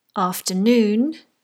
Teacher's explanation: the noon carries the primary stress